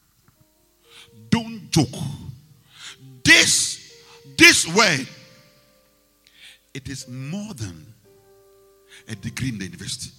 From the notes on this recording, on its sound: Preached at the Rose of Sharon Cathedral, Catch the Anointing Centre Denomination, LA - Accra